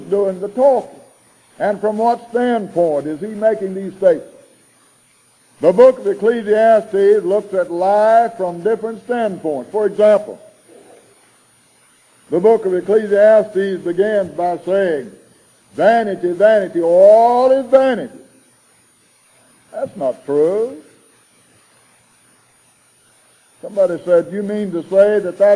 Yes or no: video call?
no